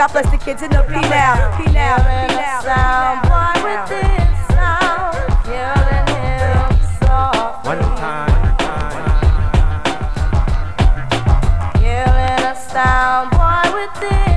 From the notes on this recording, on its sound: Recorded at The Ozone